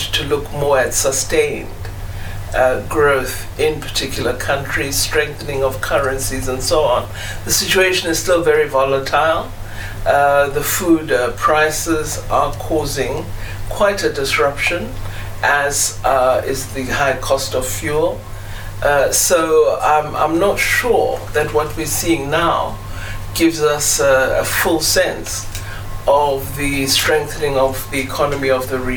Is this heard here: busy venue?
yes